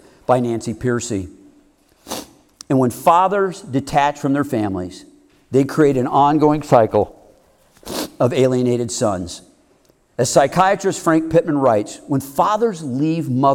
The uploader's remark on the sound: Heart of a Man is a men's community based our Carmel, IN. Which he gave at a recent men's conference.